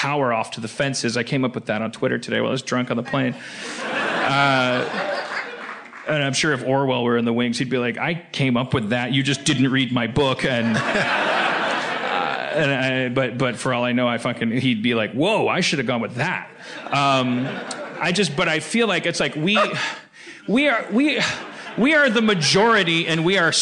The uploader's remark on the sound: LIVE From SF Sketchfest 2017